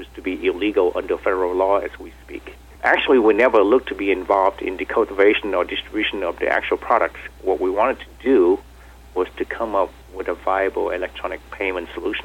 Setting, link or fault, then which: link, phone line